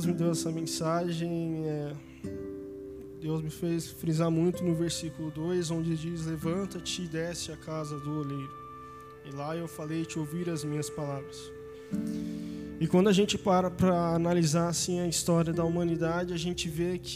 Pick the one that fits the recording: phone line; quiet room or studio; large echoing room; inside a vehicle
large echoing room